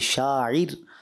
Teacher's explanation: لفظ شاعر یہاں را کو باریک پڑھیں گے